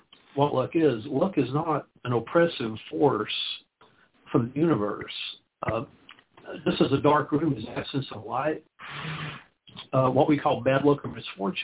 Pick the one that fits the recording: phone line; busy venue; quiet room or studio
phone line